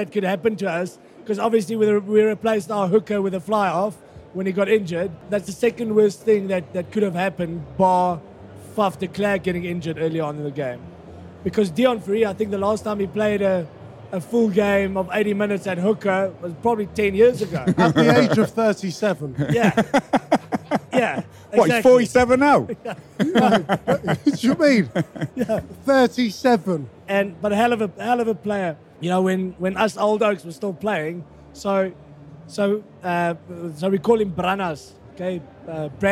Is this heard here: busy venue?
yes